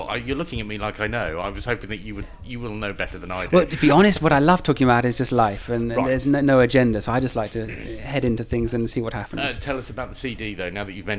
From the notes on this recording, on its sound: Podcast six was recorded in the much-maligned hotel bar The Heights